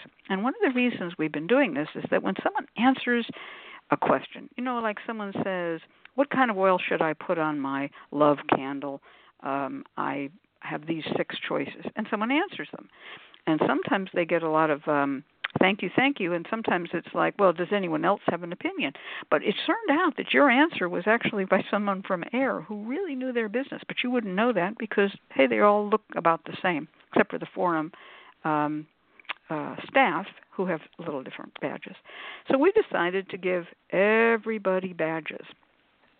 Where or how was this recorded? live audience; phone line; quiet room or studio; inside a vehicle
phone line